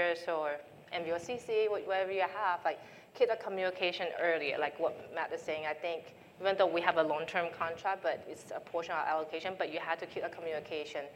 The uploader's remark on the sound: NRF 2022 Panel Session.